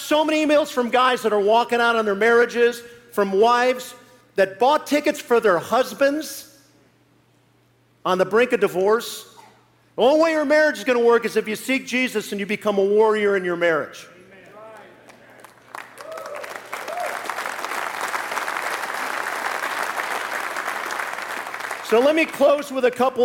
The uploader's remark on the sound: live message from the Kingdom Men's Gathering